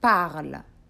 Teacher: You remove the ending er, the sound E, and you'll get parle.